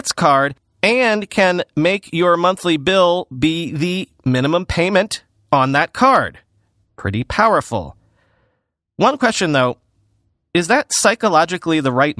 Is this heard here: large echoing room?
no